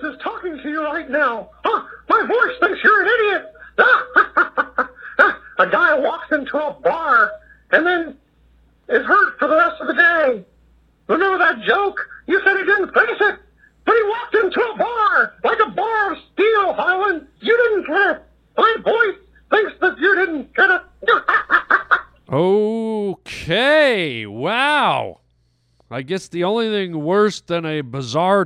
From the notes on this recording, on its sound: Listener phone calls!